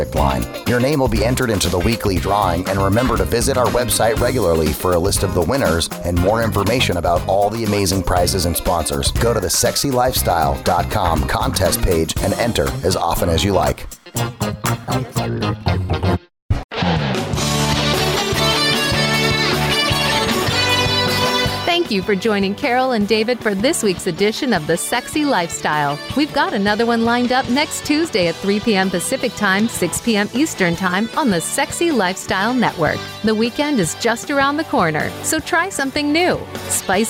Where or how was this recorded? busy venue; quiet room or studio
busy venue